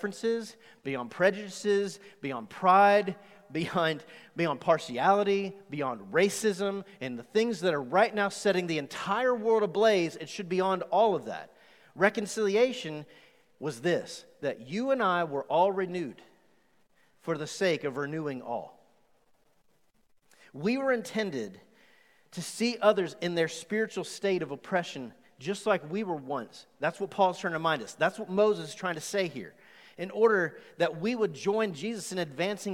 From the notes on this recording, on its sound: Recorded live on August 2, 2020 at The Fellowship in Nashville.